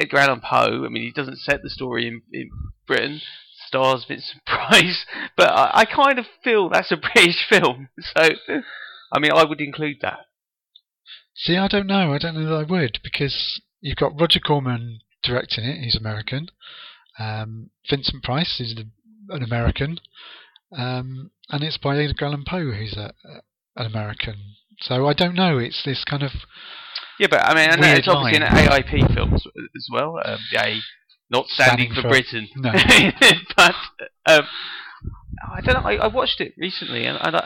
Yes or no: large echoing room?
no